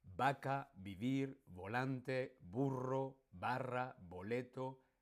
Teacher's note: Las dos representan hoy, ojo, hoy, el sonido bilabial sonoro B. No hay diferencia, la V y la B se pronuncian igual, exactamente igual.